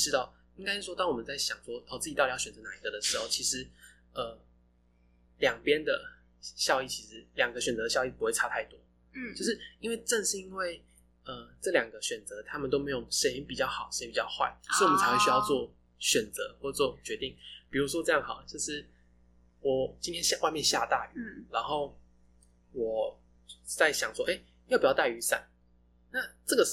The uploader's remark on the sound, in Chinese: 這一集的音質比較不好，再麻煩你拿下耳機收聽會更合適。